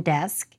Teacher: e, as in desk, is moving toward the center of the mouth, toward dusk, and sounds more like aw.